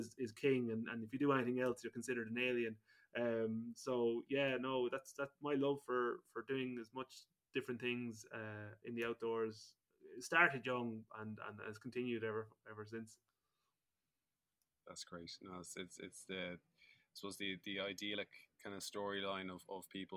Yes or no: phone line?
no